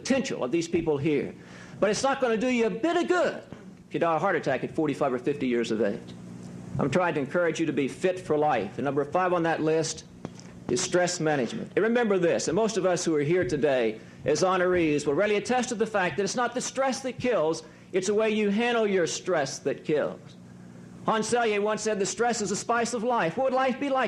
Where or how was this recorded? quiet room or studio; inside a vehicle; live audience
live audience